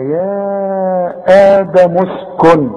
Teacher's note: يا آدم اسكن، عندي ألف عليها راس صاد، العلماء بيسموها همزة وصل. همزة الوصل دي لا تنطق إذا كانت بين كلمتين